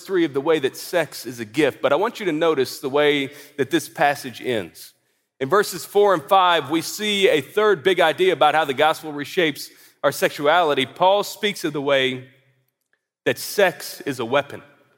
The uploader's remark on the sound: At the ERLC’s National Conference